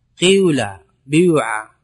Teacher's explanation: أما الإشمام فهو أن تأتي بكسرة مشوبة بشيء من صوت الضمة · تهيئة الشفتين للتلفظ بالضمة من غير أن يأتي بالضمة